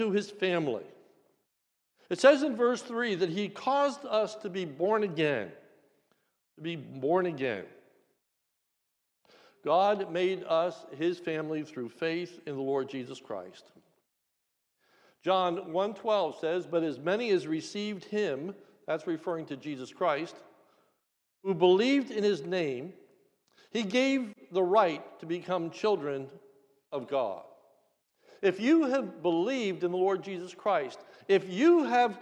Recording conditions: large echoing room